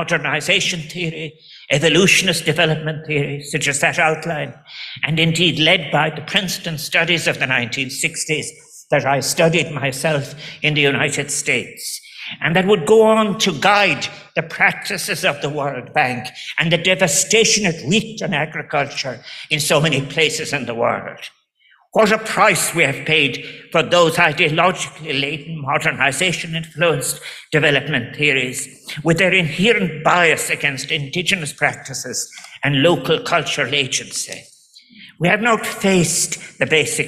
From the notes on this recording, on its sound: The World Food Forum, Rome. Delivered a speech at the World Food Forum grand opening ceremony.